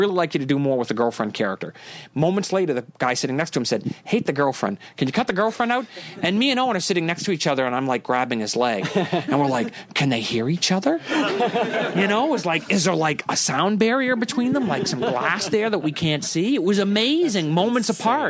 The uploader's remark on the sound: Recorded at Brookline Booksmith in Brookline, Massachusetts on November 14, 2015.